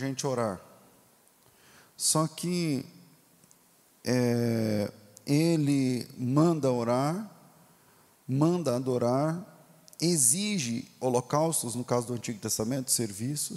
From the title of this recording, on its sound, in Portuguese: Culto Ao Vivo